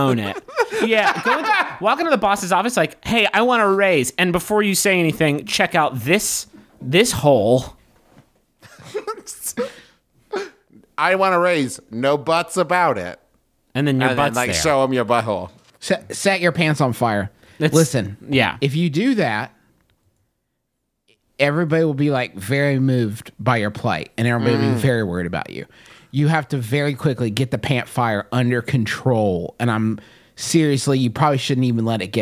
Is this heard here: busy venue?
no